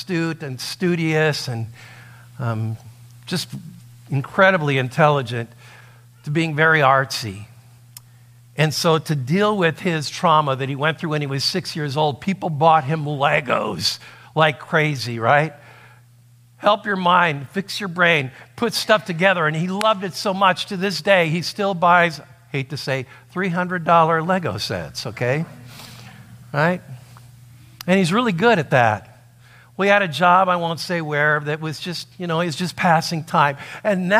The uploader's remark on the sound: A sermon that he preached at Saving Grace Lutheran in Queen Creek, Arizona.